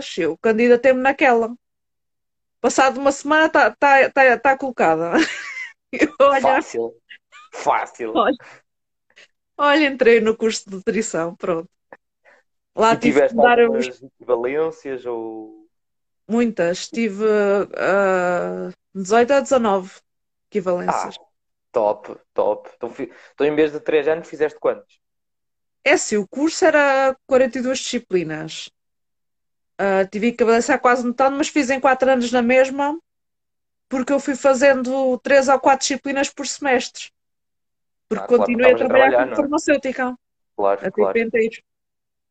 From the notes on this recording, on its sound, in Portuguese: Conteúdo LIVE no Instagram